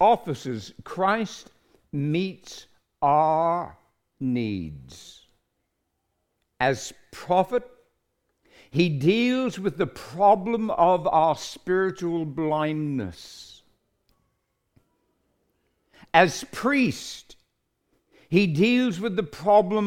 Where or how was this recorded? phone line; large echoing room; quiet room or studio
large echoing room